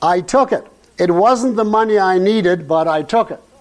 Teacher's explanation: Then he gives a description of what the tongue does when the reader says, I took it aloud. Quote, it moves behind the teeth, shoots back against the soft palate, then back to the teeth again. The sound all this makes, the feeling inside the mouth is intense.